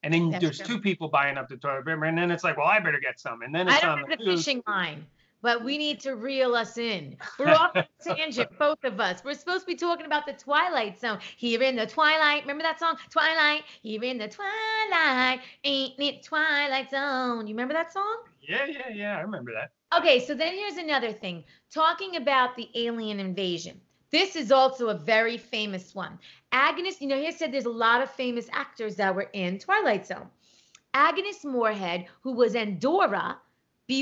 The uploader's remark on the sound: This episode is done over Skype as they adhere to the social distancing directive in Los Angeles due to the Corona Virus.